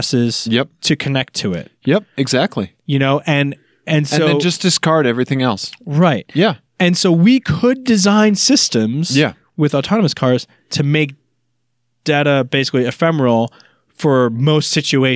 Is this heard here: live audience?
no